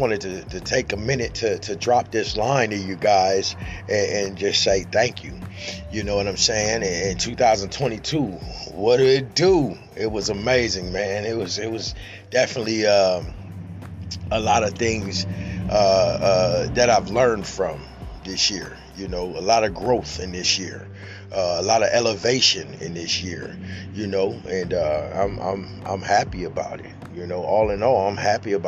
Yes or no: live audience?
no